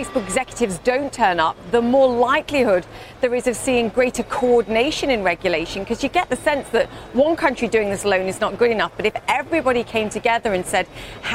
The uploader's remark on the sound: live at the New York Stock Exchange